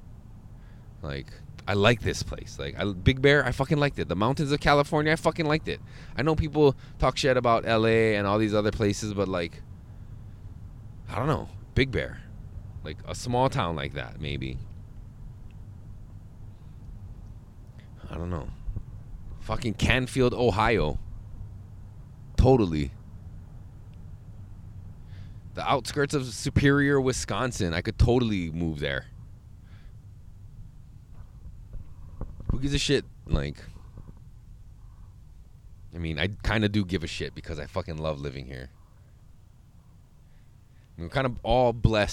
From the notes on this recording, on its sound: Back in the van.